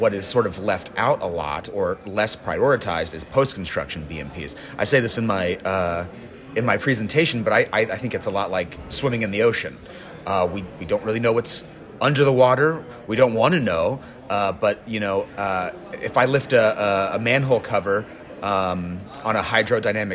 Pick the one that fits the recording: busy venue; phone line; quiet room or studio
busy venue